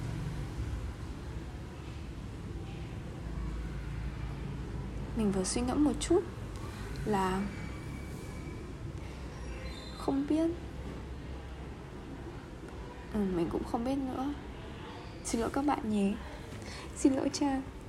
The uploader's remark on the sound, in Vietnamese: Ghi âm xong rồi mình mới phát hiện chỗ mình ở ồn thật đấy.